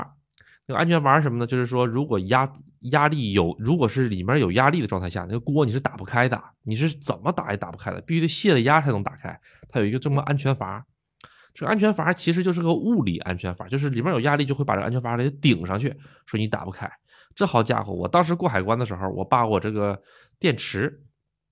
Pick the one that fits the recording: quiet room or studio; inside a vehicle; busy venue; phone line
quiet room or studio